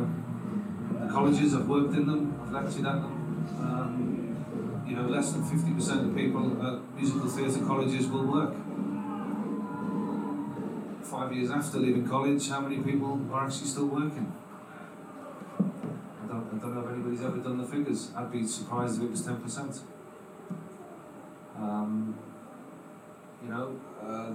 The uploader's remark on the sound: We bring you the best bits from our second LIVE panel event. This event was recorded at Singeasy in Piano Works West End on Sunday 26th May.